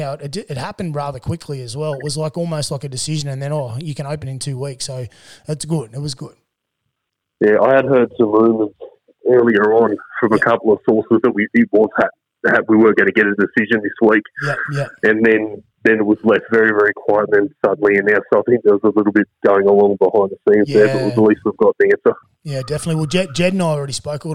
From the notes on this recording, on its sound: we phone